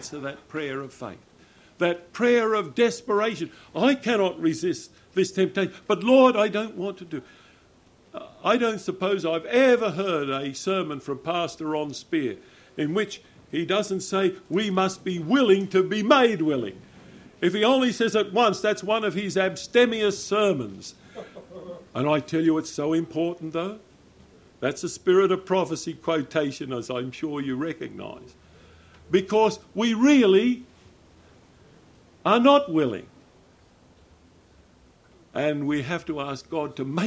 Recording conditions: live audience